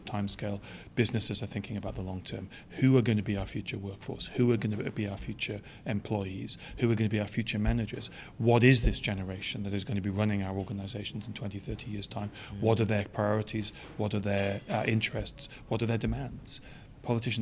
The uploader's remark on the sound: Recorded at the Citywire Wealth Manager Conference & Awards